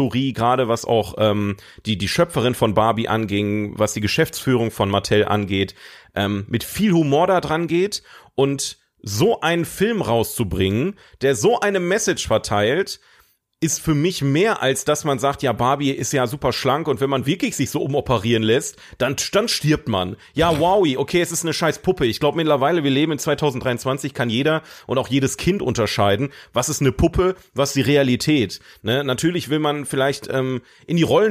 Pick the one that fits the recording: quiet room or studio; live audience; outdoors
quiet room or studio